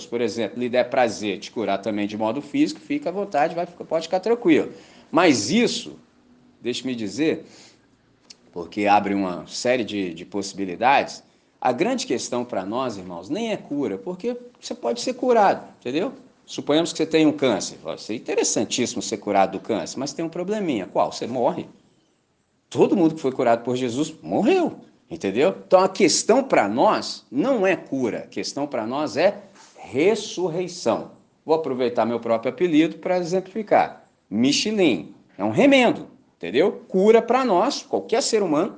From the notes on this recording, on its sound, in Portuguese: Gravado na celebração comunitária da Missão Batista, dia 02 de Abril de 2023 em Candelaria, Volta Redonda, RJ.